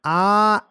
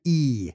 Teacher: our vowel I, when you think of it, doesn't really exist. It's a diphthong that you get by saying ah and then e.